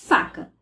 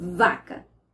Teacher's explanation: quando eu falo faca, só sai vento, só sai ar. Quando eu falo vaca, além do ar, minhas cordas vocais tremem.